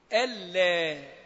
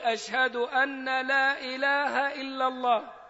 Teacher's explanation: أن المخففة من الثقيلة، لا النافية، أن كلمة، ولا كلمة، ولكن النون إذا جاءت ساكنة واللام بعدها أدغمت إدغاما كاملا بغير غنة · Shown in: first take · ألا، فكأنها صارت حرفا واحدا، والبعض يكتبها ألا همز لام ألف، والأصل فيها كلمتان: أن لا، ولا تنطق كما نسمع من بعض المؤذنين أحيانا الذين لا يحسنون الأذان، يقول أشهد أن لا إله إلا الله، أن لا إله إلا الله، ليست هكذا.